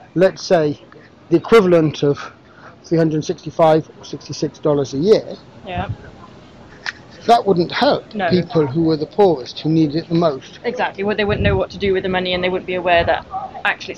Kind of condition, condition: setting, outdoors